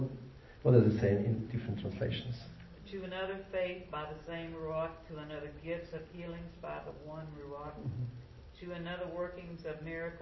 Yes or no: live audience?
yes